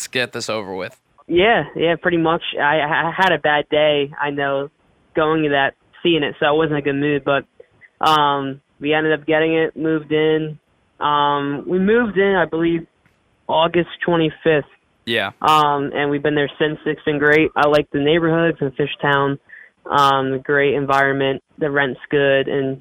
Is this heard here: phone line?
yes